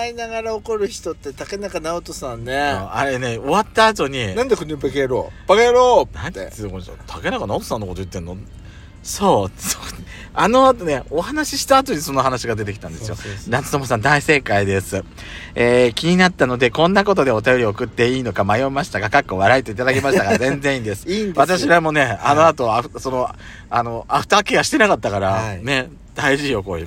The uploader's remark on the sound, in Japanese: パーキング収録